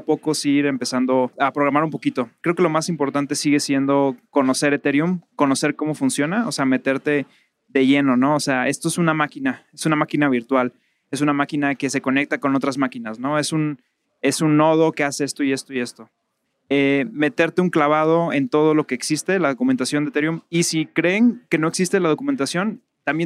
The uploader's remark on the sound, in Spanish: En esta ocasión grabamos desde Bogotá en el marco del evento Devcon